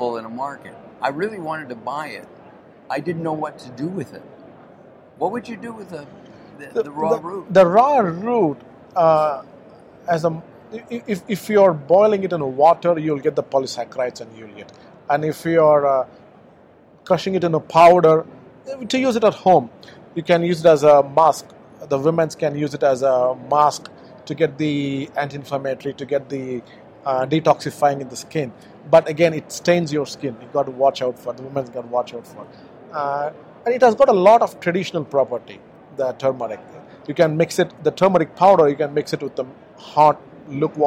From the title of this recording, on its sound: Live from SupplySide West